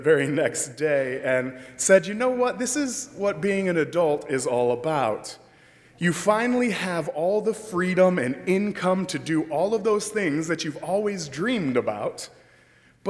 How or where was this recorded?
large echoing room